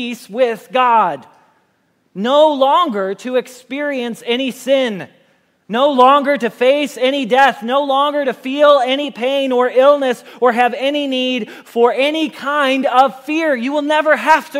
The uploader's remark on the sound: Message Preached at Valley Creek Church